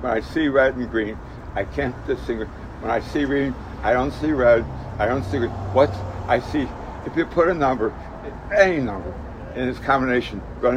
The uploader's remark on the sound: Winter in Chicago. Was waiting for friends outside a dive bar in my neighborhood & struck up convo with this very drunk dude on the street.